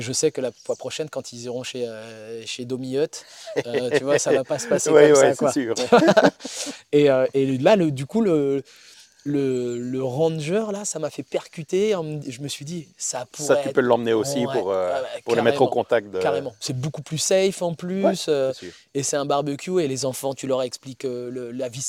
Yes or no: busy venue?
yes